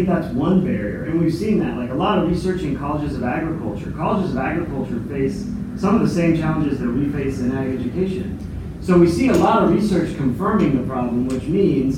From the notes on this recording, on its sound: Ag teachers at the 2018 NAAE Conference.